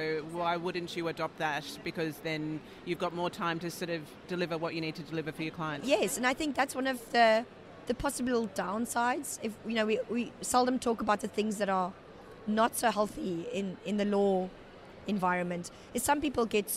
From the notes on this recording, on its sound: Took the podcast on the road to the INTA Annual Meeting in Singapore. We hosted our podcast studio at the Billtrader Expo Booth.